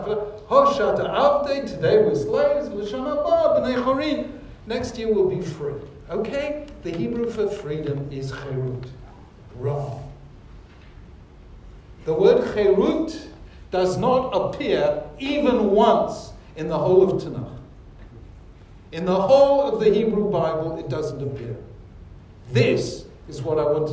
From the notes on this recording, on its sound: This shiur was delivered at University College London on 20th March 2018, as organised by London J-Soc.